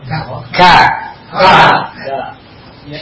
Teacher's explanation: disebut hamas karena mau keluar nafasnya